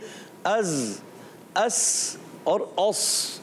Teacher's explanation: جب ہم زا سین اور صاد ادا کرتے ہیں تو اس میں بھی سیٹی آتی ہے. از اس اور اس تینوں میں آئی، تو ہم نے جب یہ ادا کرنے تو سیٹی کے ساتھ، اس وجہ سے ان کو حروف صفیریہ کہتے ہیں.